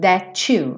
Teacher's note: That, T consoante oclusiva, you, ou até mesmo um that you, pegando um rararã nesse T, que é tão comum, mas é muito comum que that, seguido de you, vire to, that to, ou seja, parece até o som do número 2, né?